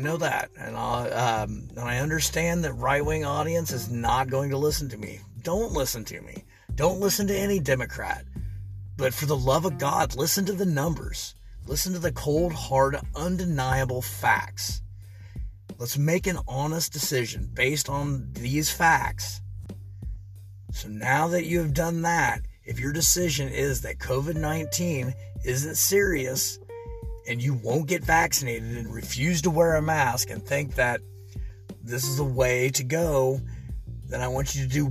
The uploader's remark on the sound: This was recorded in my truck so I apologize the quality isn't as good as the others